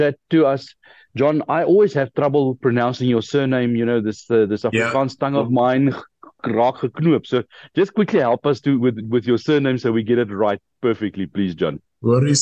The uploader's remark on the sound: The Transformation Table Zoom Meeting 18 Jan 2024